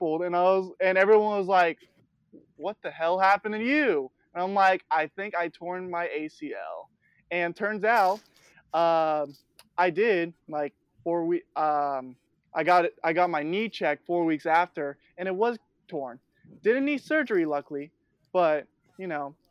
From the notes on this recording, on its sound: Apologies for bad audio.